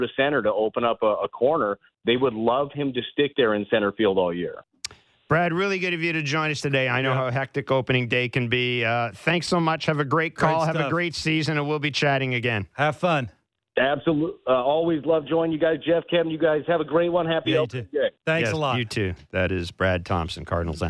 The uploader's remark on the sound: The guys open up the phone lines throughout the show for fans